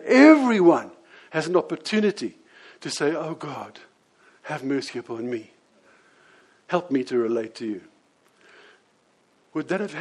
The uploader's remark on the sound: Here is the audio of the sermon I preached on this at the Lonehill Village Church on Sunday 28th May 2017.